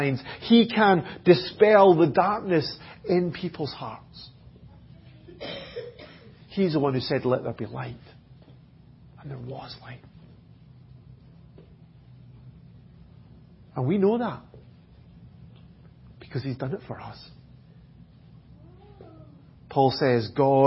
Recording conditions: large echoing room